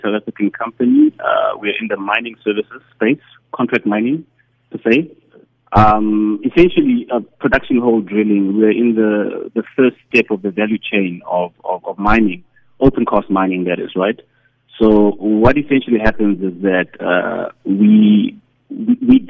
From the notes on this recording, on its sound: Investing in African Mining Indab, the worlds largest mining investment conference is currently taking place here in Cape Town. Joining over the phone is.